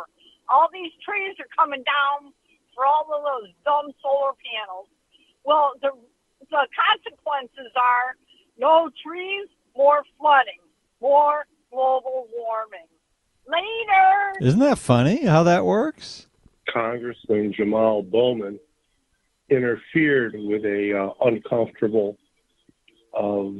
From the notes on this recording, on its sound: Take a few more phone calls on famous encounters.